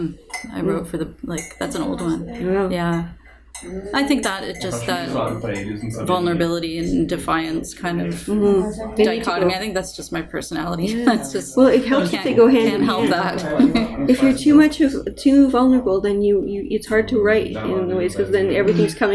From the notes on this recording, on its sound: This is the first in what I hope to be a series of interviews with poets in the wild. Begin at Ottawa's ArtHouse Cafe, go to Darling Vintage. Bellweather's Vintage.